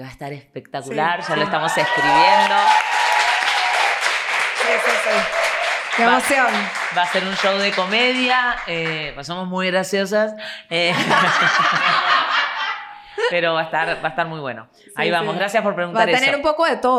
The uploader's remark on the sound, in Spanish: Hoy, en nuestro primer episodio en vivo, nos hemos lanzado a la aventura, rodeados de nuestros fieles oyentes